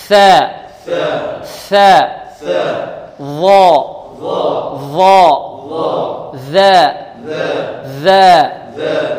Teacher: ثلاثة أحرف تخرج من طرف اللسان مع طرف الثنايا العليا